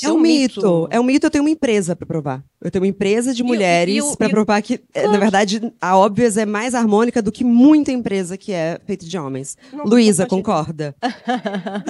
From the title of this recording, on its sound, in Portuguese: episódio ao vivo de Lisboa